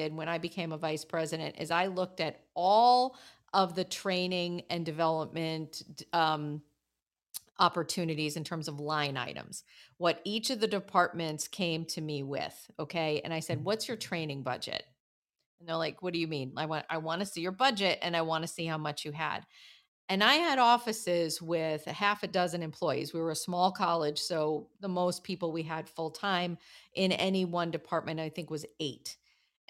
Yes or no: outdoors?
no